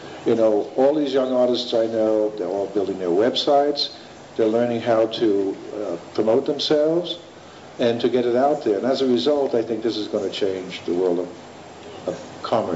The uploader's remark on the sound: This program is part one of the Art Panel presentation for the Palenque Norte lectures at the 2006 Burning Man festival.